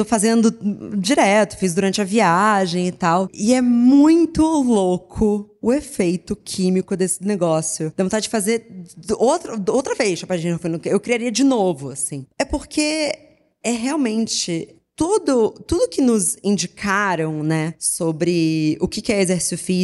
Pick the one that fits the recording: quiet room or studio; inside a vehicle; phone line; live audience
live audience